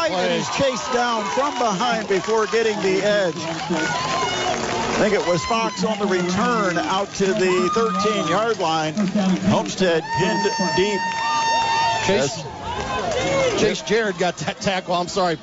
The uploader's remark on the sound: bring all of the action live from Homestead High School